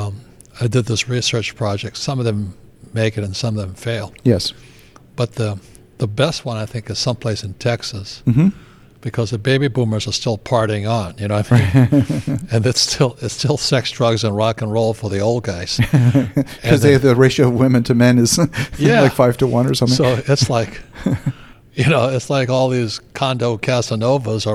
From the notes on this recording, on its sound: This conversation with him was recorded in person at the New Orleans Investment Conference.